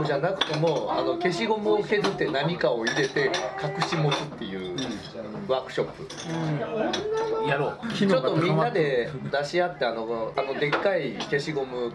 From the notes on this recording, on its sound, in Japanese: バルで収録したため結構ガヤガヤしてます。